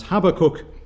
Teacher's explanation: I've both heard and pronounced this man's name with emphasis on the first syllable as Habakkuk.